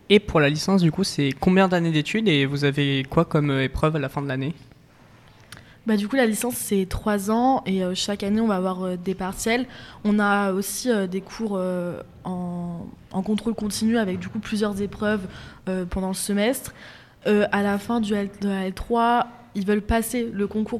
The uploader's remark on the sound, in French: en direct du forum 2024 de l'orientation